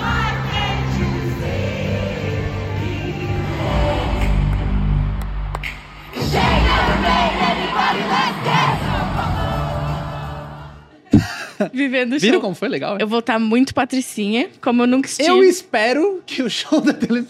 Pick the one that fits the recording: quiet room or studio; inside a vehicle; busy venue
busy venue